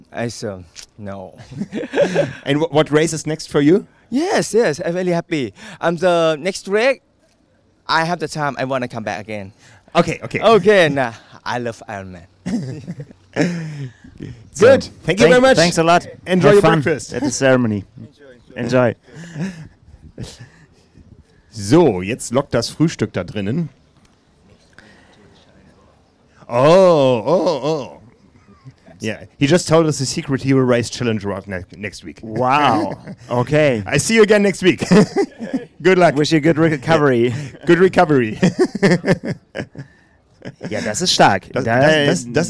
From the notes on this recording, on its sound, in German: Video-Podcast aus Frankfurt. Live auf dem Parktplatz vor der Siegerehrung des Ironman Frankfurt.